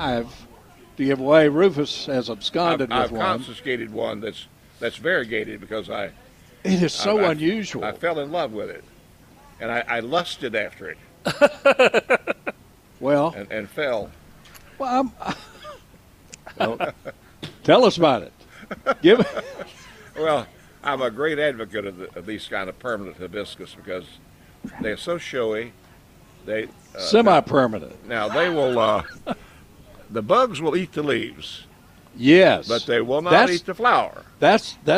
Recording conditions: busy venue